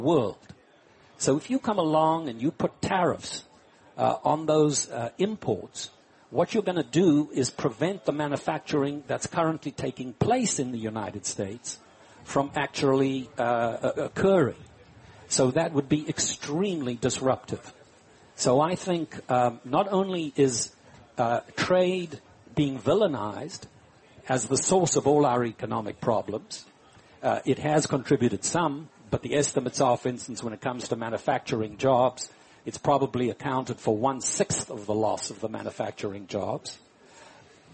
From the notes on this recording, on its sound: Live from Smith & Wollensky in Boston.